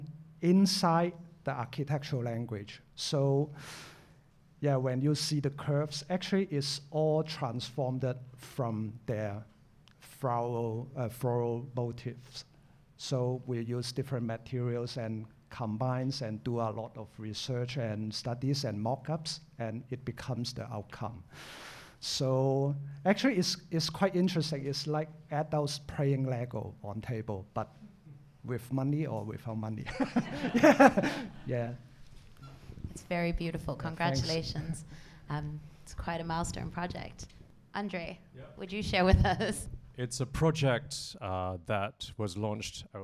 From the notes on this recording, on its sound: Recorded before a live audience at the Lasvit Lounge.